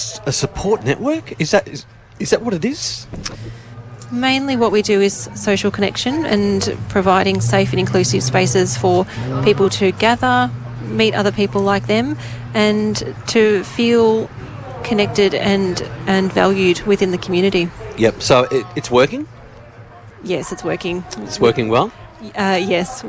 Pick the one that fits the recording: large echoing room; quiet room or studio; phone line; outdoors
outdoors